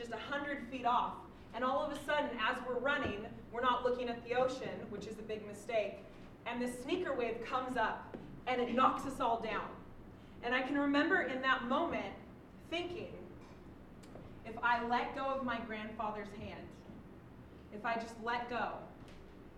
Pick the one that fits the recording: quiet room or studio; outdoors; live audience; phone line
live audience